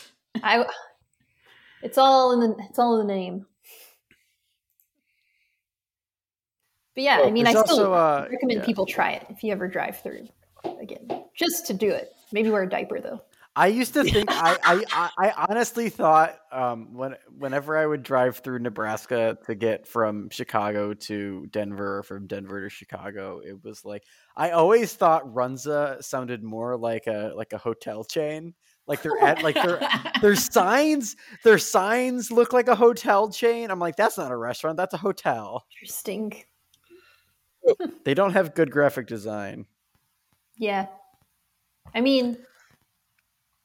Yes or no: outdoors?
no